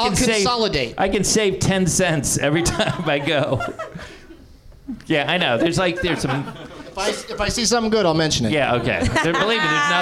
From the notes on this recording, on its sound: Live from the NerdMelt Showroom in Los Angeles.